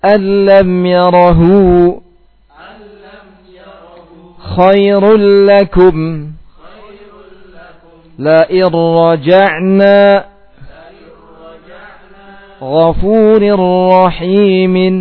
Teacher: ditekannya ra dan lamnya agar tidak muncul ghunnah · Term: idgham bila ghunnah